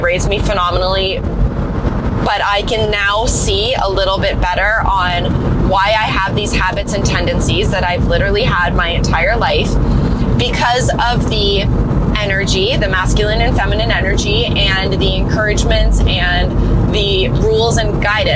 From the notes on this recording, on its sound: My first 'car chat' episode